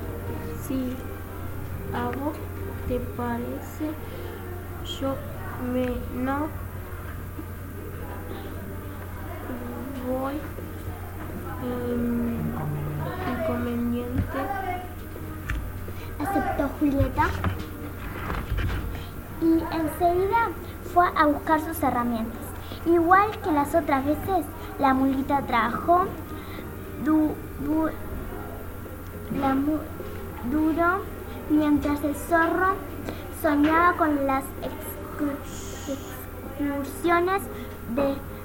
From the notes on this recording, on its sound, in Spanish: En 4to B aprendimos a grabar audiocuentos en la XO. Con el programa Audacity de la XO.